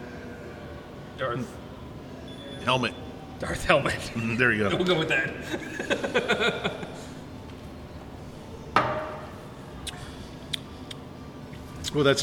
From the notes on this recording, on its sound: stayed warm drinking barrel-aged beer at Gnarly Brews Tap Room and Bottle Shop in Phillipsburg, NJ.